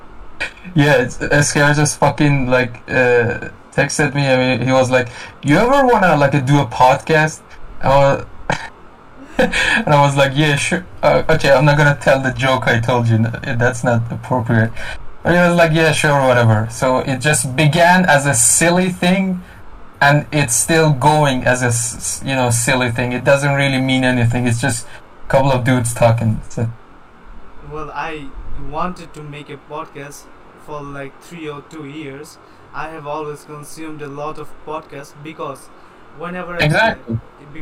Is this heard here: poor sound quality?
yes